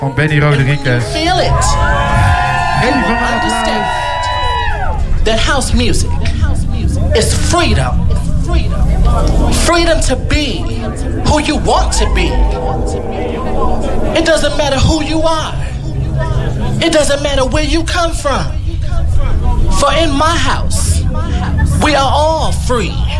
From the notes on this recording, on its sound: Live from Thuishaven